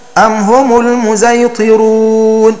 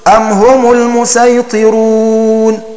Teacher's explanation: وخلف بلا خلاف بإشمام الصاد زايا · Shown in: first take